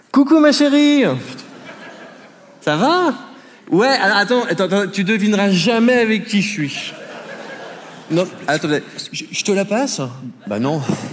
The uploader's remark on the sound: Montreux Comedy Festival 2023